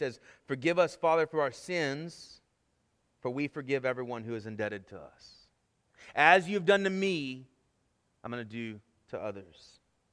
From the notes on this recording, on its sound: Sermon Audio from our Worship service.